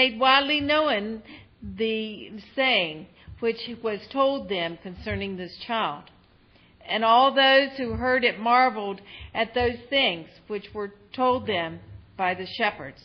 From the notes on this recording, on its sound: Recorded on Christmas Eve, 2023 at Cedar Grove UMC in Parkersburg, WV.